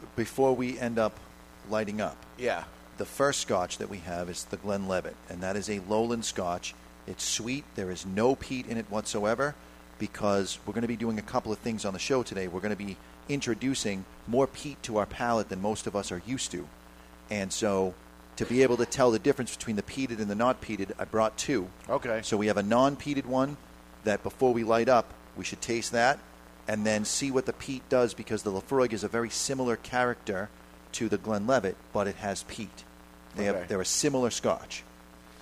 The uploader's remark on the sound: Live from Two Guys Smoke Shop in Salem, NH.